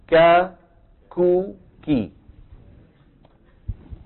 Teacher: هي من أقصى اللسان مع الحنك اللحمي والعظمي · Term: الكاف